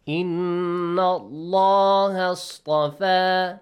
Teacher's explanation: the letter lam, in the word Allah, produces a heavy sound